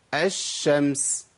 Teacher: طب ادغامها يعني ايه؟ يعني بشيل اللام بالكليه واحط مكانها حرف مماثل للحرف الثاني · Term: الادغام